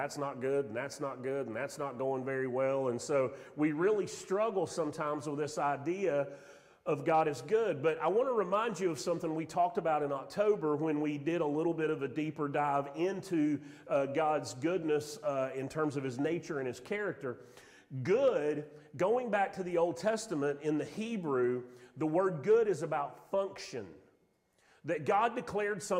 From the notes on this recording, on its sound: Sermon audio from Mission Church in Locust, NC.